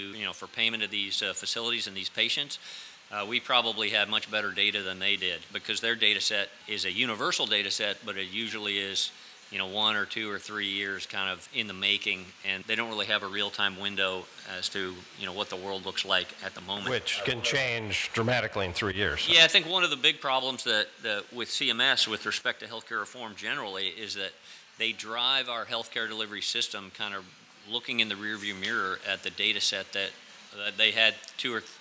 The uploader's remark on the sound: At The Dubliner. Joins me at the heart of Irish hospitality, The Dubliner.